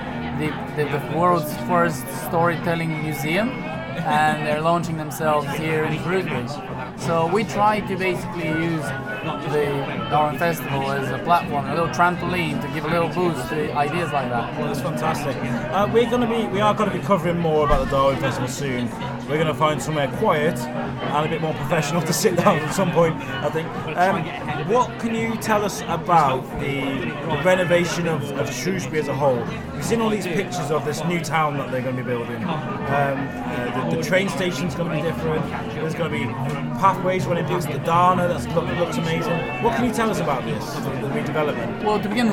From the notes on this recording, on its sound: THIS EPISODE FEATURES 2 INTERVIEWS. BOTH INTERVIEWS ARE SET IN BUSY CAFES, WHICH IS A SOUND I REALLY LIKE. RECORDED AT BIRDS NEST CAFE SITUATED IN THE MARKET HALL.